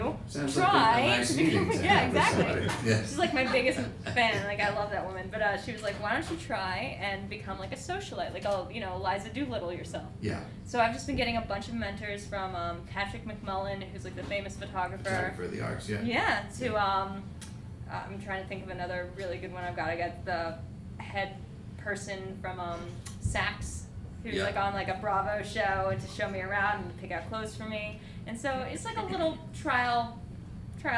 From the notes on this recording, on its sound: An amazing live episode. Recorded at Union Hall in Brooklyn.